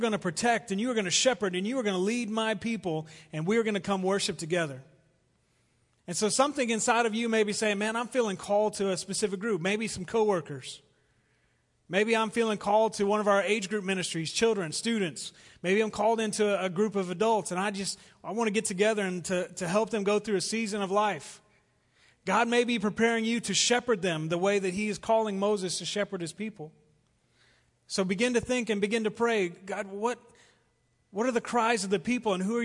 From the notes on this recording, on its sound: Recorded live at The Fellowship at Two Rivers.